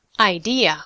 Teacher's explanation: the first vowel of the sequence is a long E, and the IPA symbol shows a Y at the end. The trick is to use that Y part to separate the two vowels.